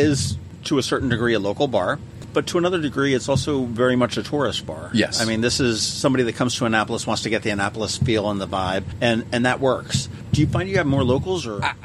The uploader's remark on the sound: Today, we sit down outside of Davis' Pub.